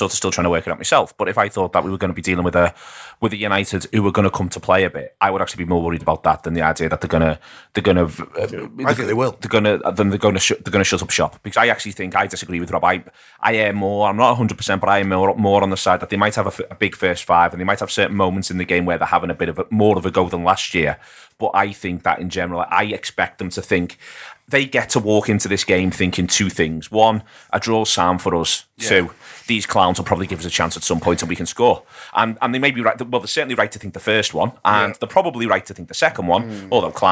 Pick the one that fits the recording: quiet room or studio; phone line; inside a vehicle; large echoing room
quiet room or studio